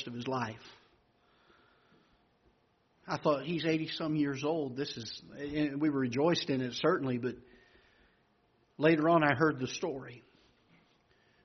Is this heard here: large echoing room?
yes